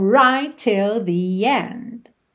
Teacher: Right termina em T, till começa em T, você, claro, vai fazer um T só